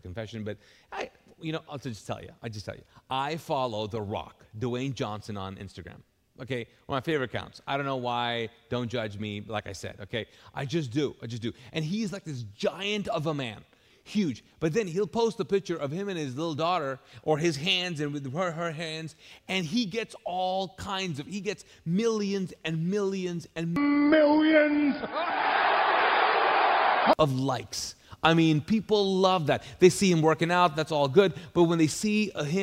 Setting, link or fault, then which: setting, large echoing room